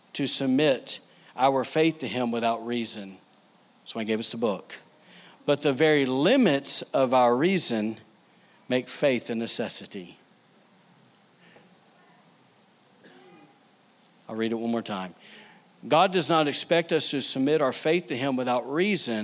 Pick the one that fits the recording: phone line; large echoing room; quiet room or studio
large echoing room